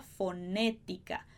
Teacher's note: O E vai ser sempre fechado aqui, mesmo com acento, como na palavra fonética